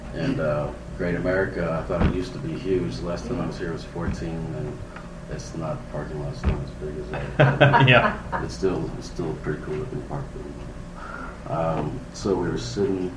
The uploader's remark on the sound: Live From Alien Con